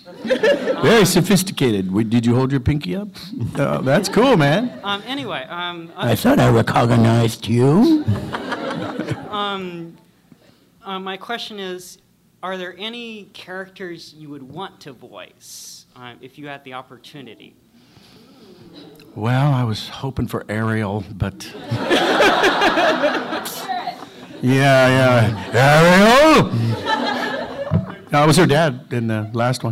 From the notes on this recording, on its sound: Panel From Pensacon 2016.